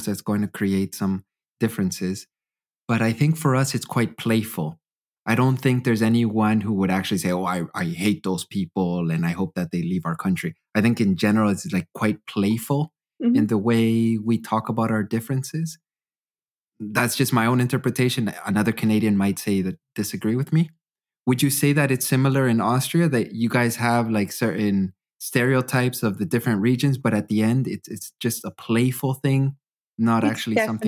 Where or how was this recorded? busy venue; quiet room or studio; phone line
quiet room or studio